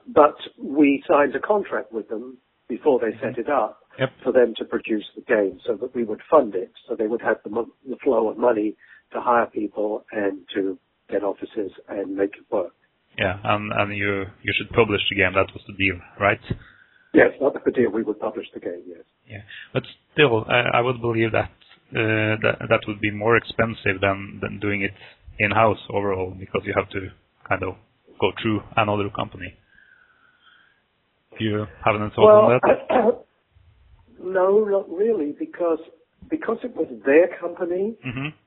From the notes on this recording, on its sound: The interview was conducted over the phone